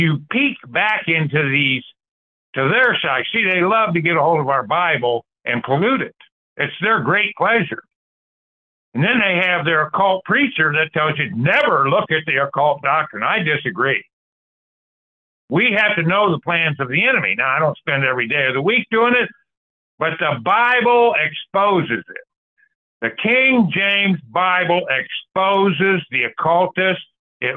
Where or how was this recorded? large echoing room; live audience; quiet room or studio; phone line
phone line